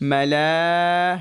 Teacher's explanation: Mala has a 6 beats because there's hamza after that.